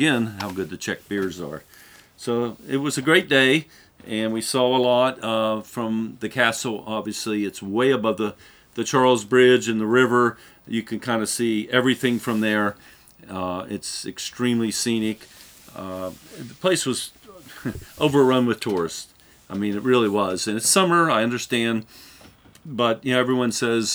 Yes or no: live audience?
no